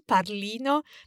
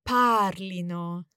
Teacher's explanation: Probably the temptation is to say it wrongly, parlino, but it's actually the emphasis on the stem · Shown in: second take · parlino. Exactly the same way as it would be with parlano.